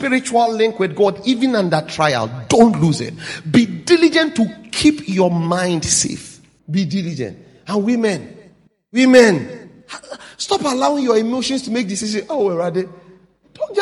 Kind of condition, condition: setting, large echoing room